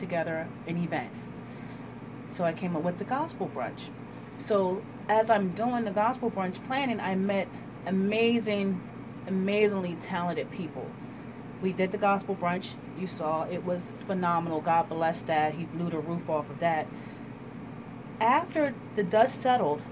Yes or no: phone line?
no